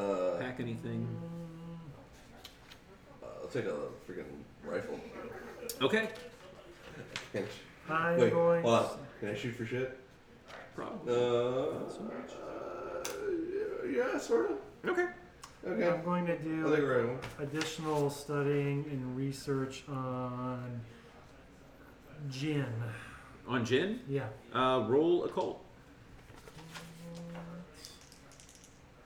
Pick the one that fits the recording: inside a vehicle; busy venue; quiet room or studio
busy venue